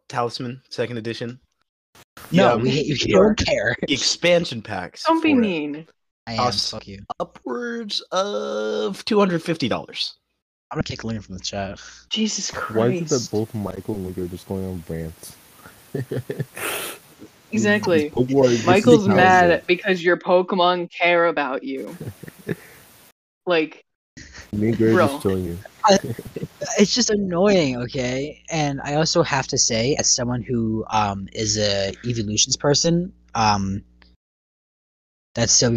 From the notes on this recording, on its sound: our audio may be choppy